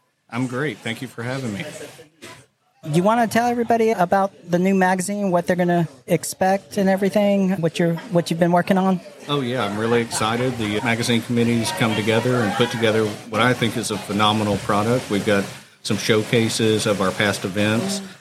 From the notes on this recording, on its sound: Live at the back 40 Bunkhouse for the HCC Tropical Shoot Event.